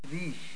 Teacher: R is pronounced initially by trilling the tip of the tongue as in Riech.